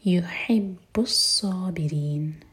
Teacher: ح حلق سے صاد ہیوی اور ری باریک این میں نون کو ساکن کریں گے تو مد عارض لسکون.